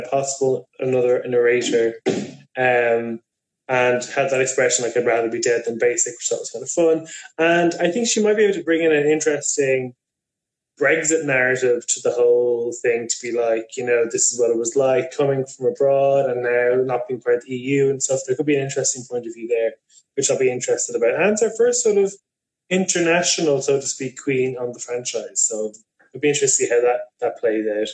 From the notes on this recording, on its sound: This is the feed of an Instagram Live